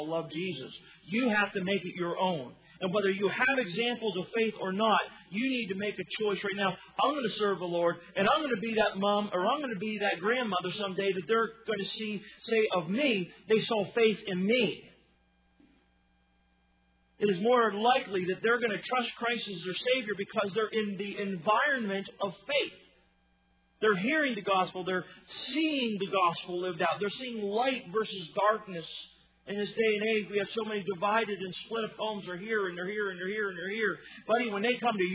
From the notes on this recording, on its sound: Sermon was recorded May 13, 2018 at Northside Baptist Church of Elkhart, Indiana